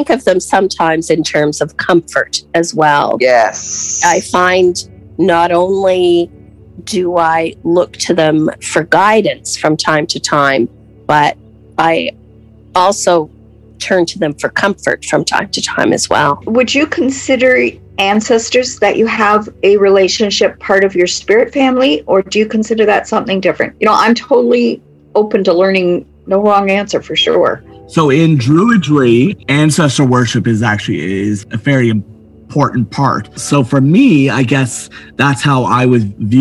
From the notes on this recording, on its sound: The three Witches and a Druid sit around the Zoom table with hot beverages.